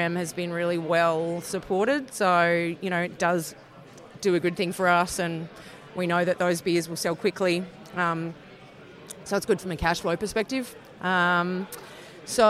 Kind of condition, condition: setting, busy venue